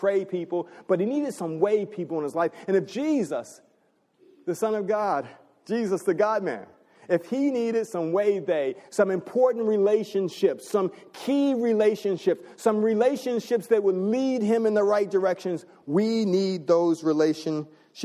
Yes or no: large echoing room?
yes